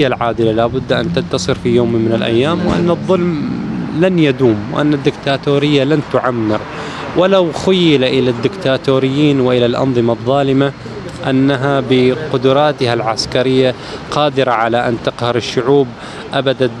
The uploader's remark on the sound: Camped outside the Bahraini embassy in London. On the sidewalk outside the embassy.